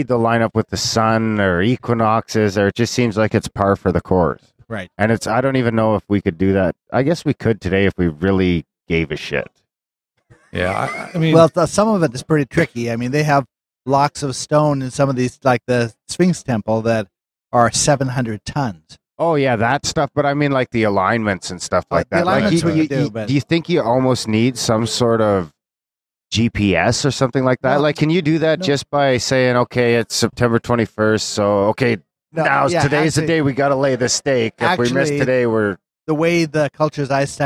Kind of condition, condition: setting, busy venue